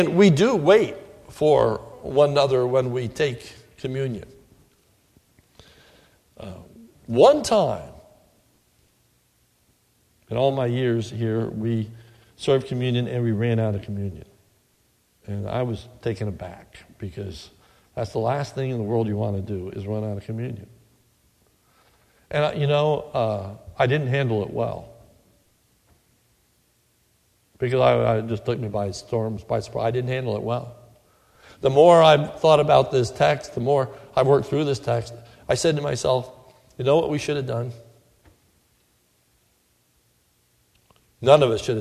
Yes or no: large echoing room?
yes